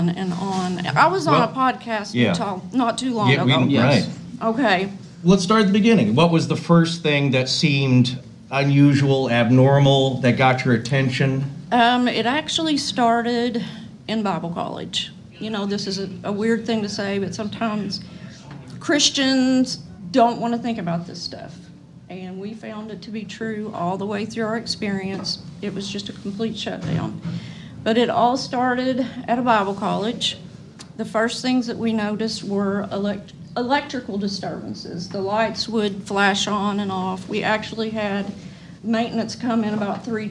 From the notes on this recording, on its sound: Tales from Monster Fest 2023. A packed and exciting ballroom full of vendors. Live taping in front of an audience.